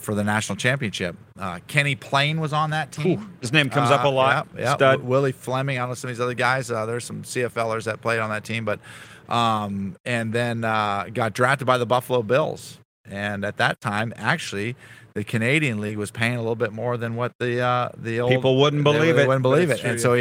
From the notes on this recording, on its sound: LIVE from the Boca Raton Bowl in Florida!